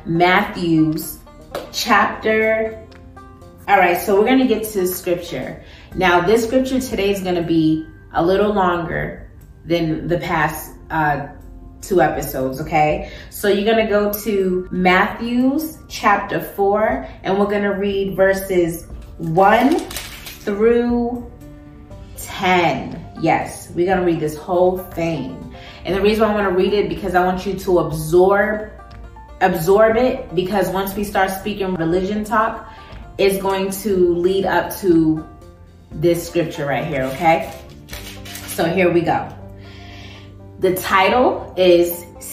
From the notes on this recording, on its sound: I WILL BE NOT USING MY MIC